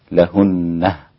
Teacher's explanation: وقف عليها يعقوب بهاء السكت